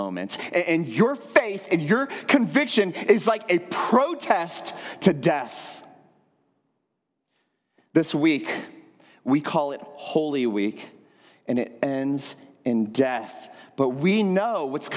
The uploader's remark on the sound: at Trinity Church, Puerto Rico.